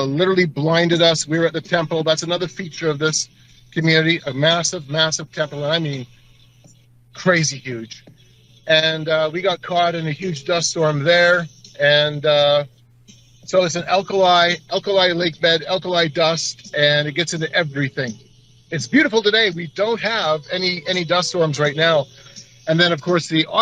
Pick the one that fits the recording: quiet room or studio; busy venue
busy venue